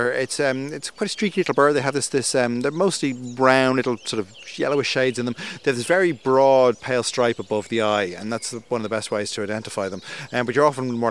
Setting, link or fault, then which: setting, outdoors